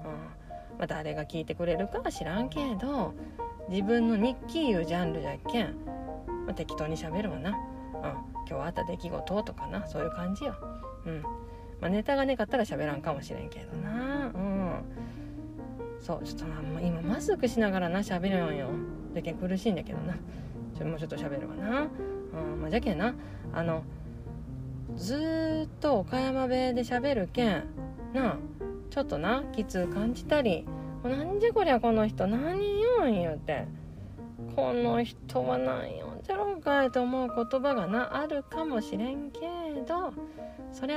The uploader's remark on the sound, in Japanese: コインランドリーの駐車場で収録しています